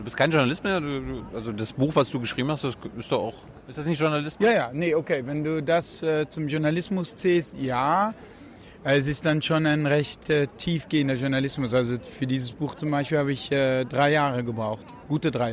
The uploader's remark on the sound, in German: auf der re:publica in Berlin aufgezeichnet.